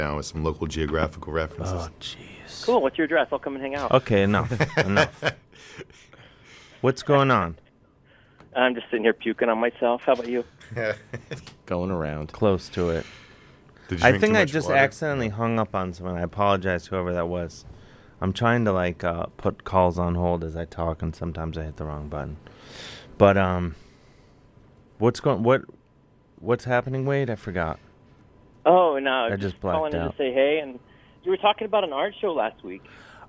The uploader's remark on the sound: talks on the phone and stuff